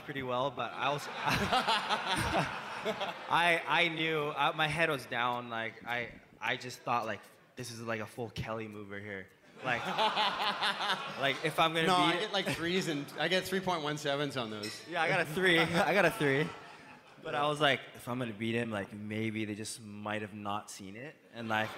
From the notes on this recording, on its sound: Live at Beer Farm Margaret River.